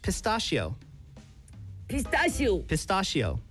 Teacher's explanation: 이 중간에 이 star, S-T-A, star를 가장 강하게 해야 돼요. · C-H라고 ch 발음을 하지 말고요. sh 발음을 내야 됩니다.